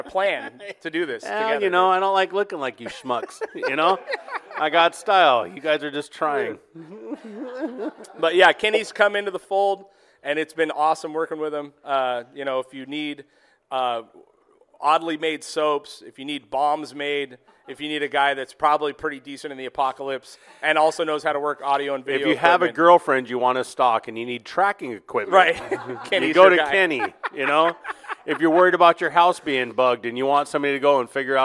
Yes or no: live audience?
yes